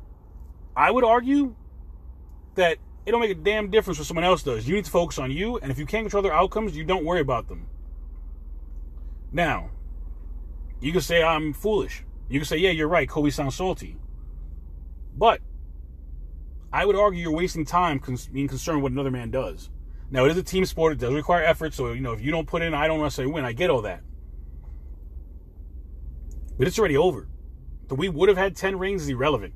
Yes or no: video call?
no